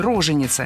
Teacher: ударение на первом слоге – роженица – считалось ошибкой